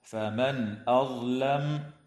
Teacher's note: نون ساكنة بعدها همزة في قوله تعالى: فمن أظلم، حكمها الإظهار الحلقي